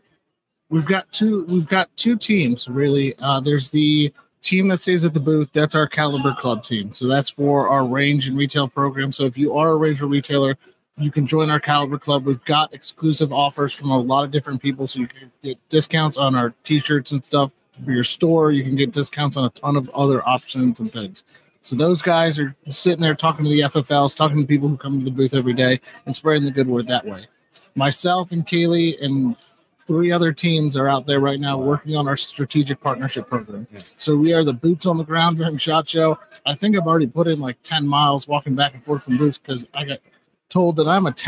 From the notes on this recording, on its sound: LIVE From SHOT Show Day One. We had a blast with the LIVE podcast during SHOT Show.